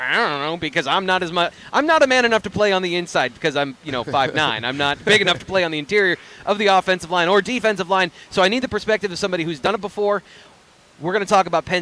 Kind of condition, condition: setting, outdoors